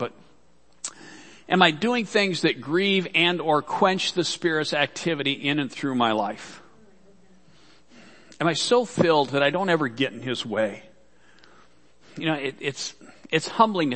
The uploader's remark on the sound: Worship Service - Audio.